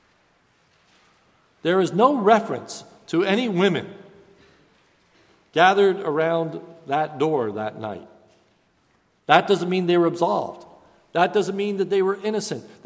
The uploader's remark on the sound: This is a sermon recorded at Lebanon Bible Fellowship Church on 9/20/2015 during the evening service